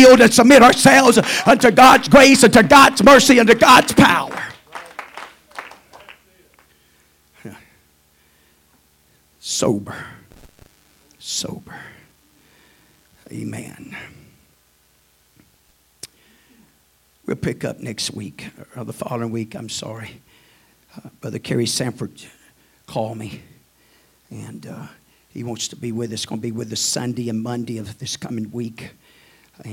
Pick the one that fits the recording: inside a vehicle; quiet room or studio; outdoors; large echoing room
large echoing room